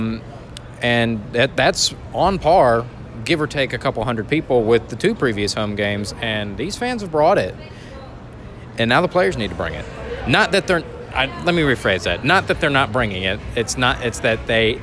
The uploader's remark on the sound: Recorded in an Alley